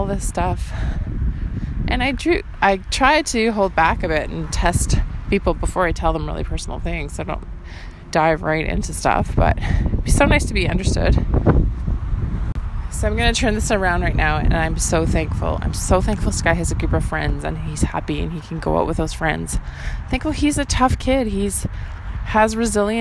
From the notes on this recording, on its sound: The wind is brutal in this audio walking journal I didn’t think I’d publish.